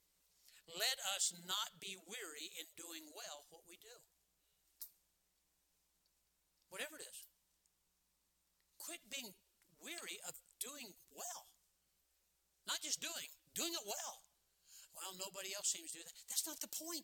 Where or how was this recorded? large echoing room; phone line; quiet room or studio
large echoing room